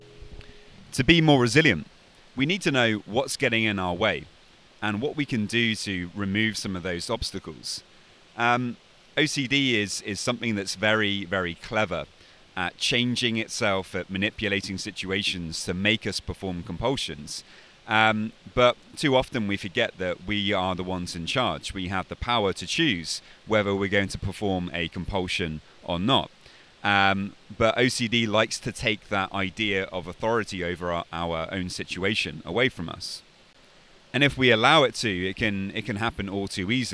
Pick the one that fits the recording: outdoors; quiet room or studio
outdoors